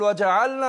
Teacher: يبقى أظهر اللام، لام الفعل هنا أظهرها، أقول وجعلنا ما قولش وجعلنا.